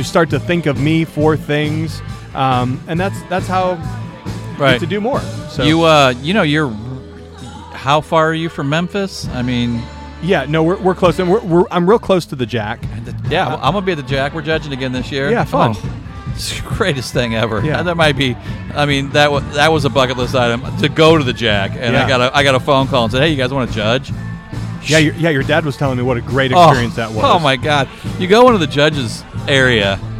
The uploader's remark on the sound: Live From The Primo BBQ Bash. I had the chance to sit down in person at the Primo BBQ Bash event.